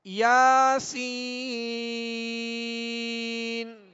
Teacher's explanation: سین میں سیٹی کی آواز ہوگی، یا پر کھڑا زبر ہے، الف مدہ کے قائم مقام ہے، لہذا ایک الف کی مقدار میں کھینچیں گے.